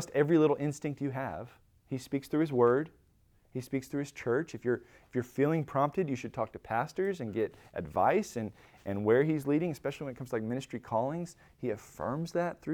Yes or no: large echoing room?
yes